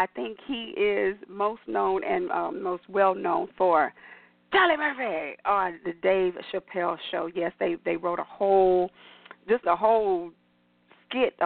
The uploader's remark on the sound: your phone calls